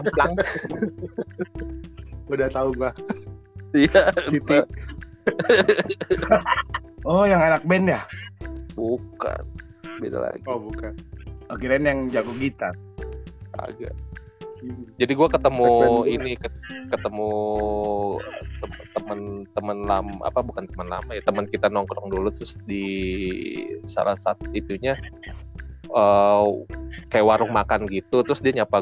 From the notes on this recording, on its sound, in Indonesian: dengan kemasan menggunakan handphone kami bongkar semua, jadi mohon maaf kalau sinyal terputus dan banyak delay-nya.